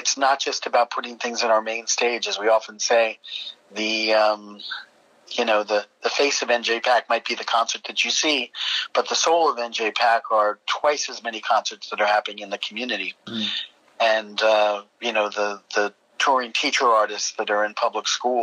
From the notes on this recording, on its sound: We got on the phone with the folks behind the online content programming for four New Jersey arts organizations